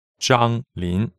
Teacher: So Zhang is first tone and Lin is second tone.